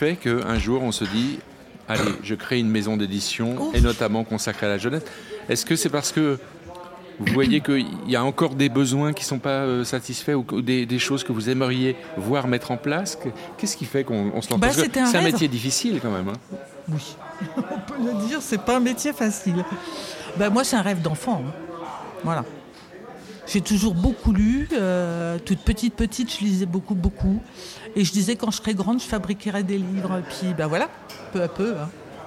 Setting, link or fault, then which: setting, busy venue